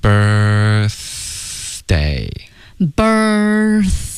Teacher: 就是舌尖和上齿啊、进行一个轻轻的摩擦就好了